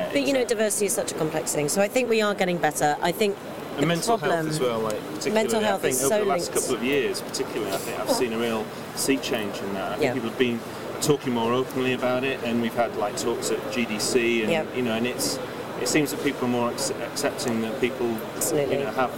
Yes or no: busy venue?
yes